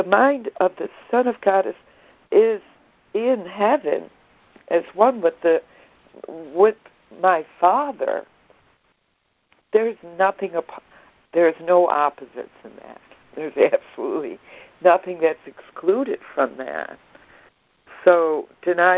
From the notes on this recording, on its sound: ACIM Daily Conference Call.